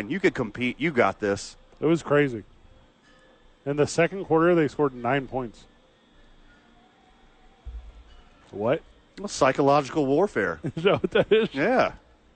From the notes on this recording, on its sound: live at Sadies